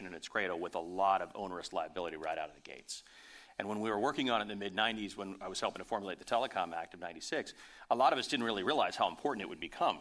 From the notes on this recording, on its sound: Part three of this year’s Summer with Sphere is coming to you live from Sphere Summit. For a panel discussion.